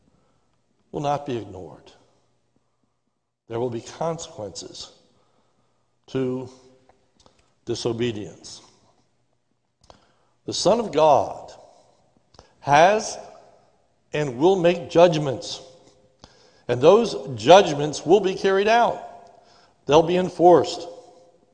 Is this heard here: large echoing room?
yes